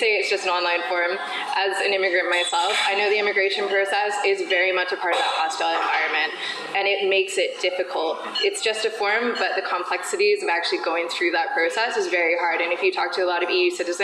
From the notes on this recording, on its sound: This interview took place at the Young Liberals Summer Conference.